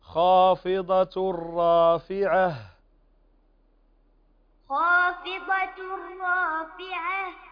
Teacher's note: كلمة رافعة تقف على التاء المربوطة تقف على هاء